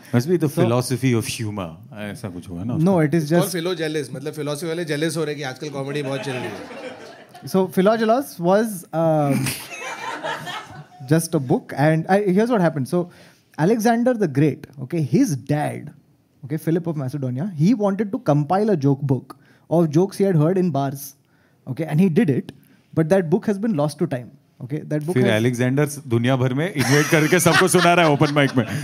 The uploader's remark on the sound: In this live episode, the boys get together.